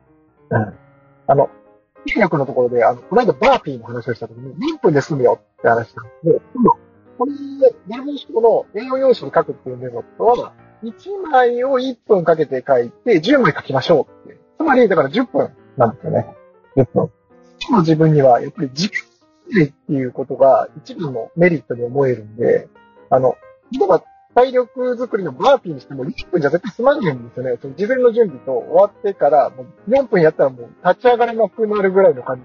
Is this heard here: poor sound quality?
yes